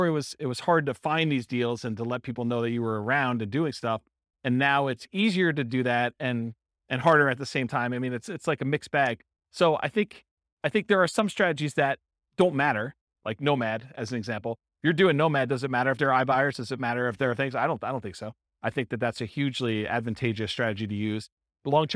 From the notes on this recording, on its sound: This was a live class recorded